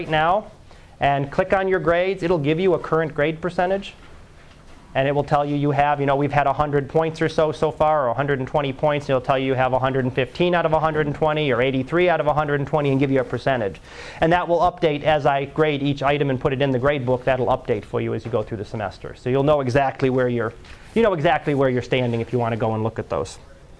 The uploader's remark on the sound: Live Class Lecture 2012 Sep 12